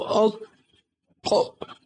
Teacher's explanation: الطاء ليس فيها استطالة، لما تنطق بالطاء ساكنة تقول أطق